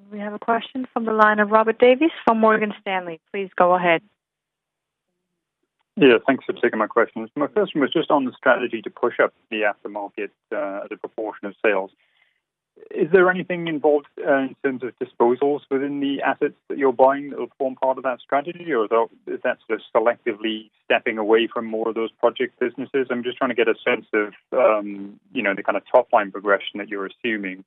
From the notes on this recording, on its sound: Have presented the transaction in a conference call with FLSmidth investors.